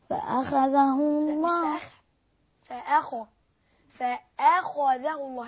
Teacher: الخاء من صفتها الاستعلاء